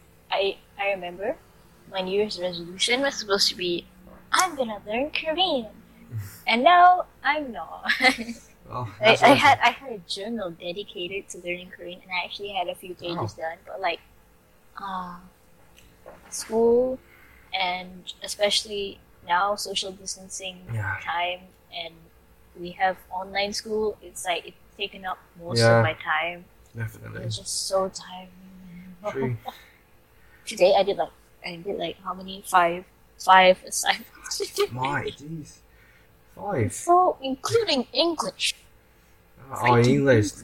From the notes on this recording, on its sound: Again, the sound quality is rubbish. Oh and also, in the beginning, you can hear someone else.